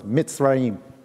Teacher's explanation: Mitzrayim requires you to close your lips to begin it and close your lips to end it.